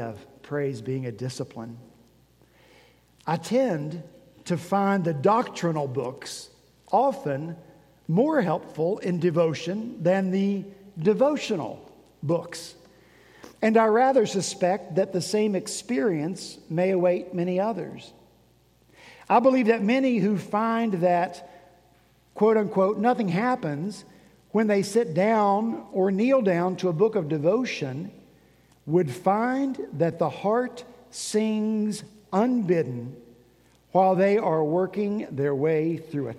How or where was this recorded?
large echoing room